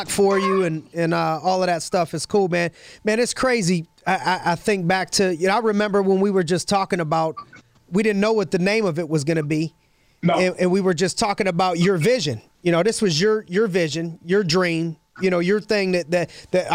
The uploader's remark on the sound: Joins us in the studio via phone!